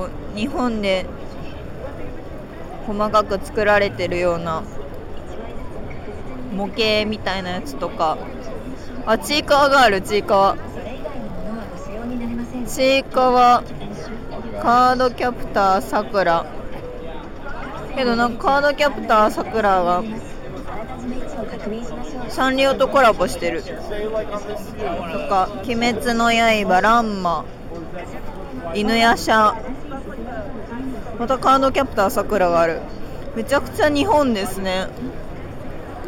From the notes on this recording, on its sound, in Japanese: 引き続き、ロサンゼルス現地12/1～12/3に開催された L.A.Comic Con の現場からお届け。